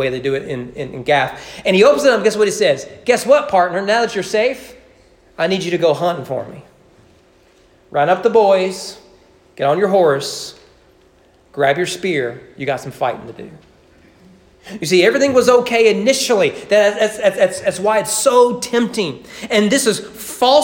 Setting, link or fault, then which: setting, large echoing room